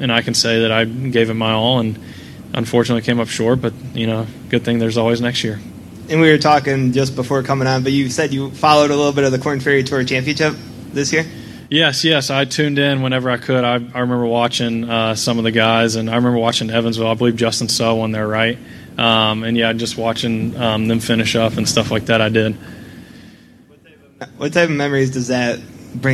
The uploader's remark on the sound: "LIVE" INTERVIEWS FROM THE SANDERSON FARMS CHAMPIONSHIP. The Sanderson Farms Championship in Jackson, Mississippi.